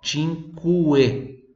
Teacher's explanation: Tem o som do u ali, cinque, não é igual queijo né? em português que não tem o som do u